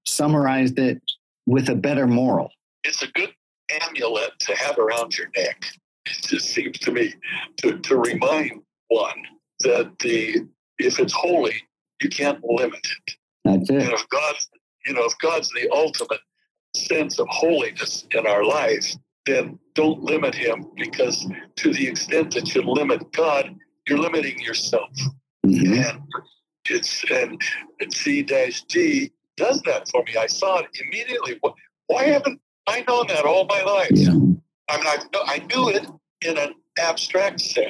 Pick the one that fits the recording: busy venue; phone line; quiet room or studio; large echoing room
phone line